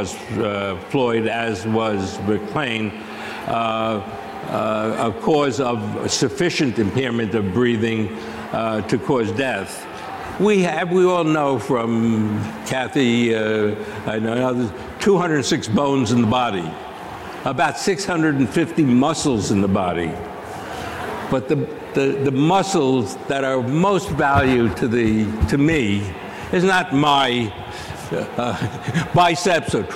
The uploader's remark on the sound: Live From CrimeCon 2023. CrimeCon partnered with Fox Nation to livestream select sessions over the weekend.